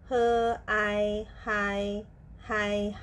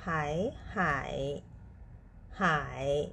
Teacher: ึกถึงทะเลนะคะเราซื้อก็เลยใช้เป็นคำศัพท์หลักของวันนี้ค่ะคำว่าหายหมายถึงทะเลค่ะหายนะคะไปดูพินอินของตัวนี้กันนะคะทุกคนพยัญชนะของคำว่าหายนะคะมีตัว hออกเสียงเฮ สระเป็นสระผสมค่ะ Aกับ Iนะคะ ออกเสียง I Rกับ Eนั่นเองนะคะวรรณยุกต์เสียงที่ 3ใส่ไว้บนตัว Aค่ะมาผ่านกันนะคะ her I high highหายหายหายหมายถึงทะเลค่ะตอนนี้เราไปนับขีด